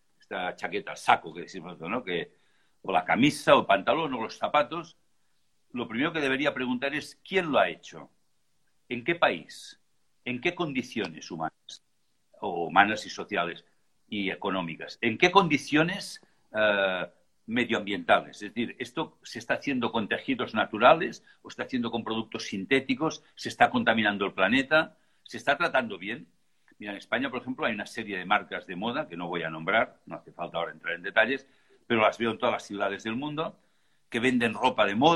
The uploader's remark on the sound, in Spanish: Audio de la charla en vivo por Instagram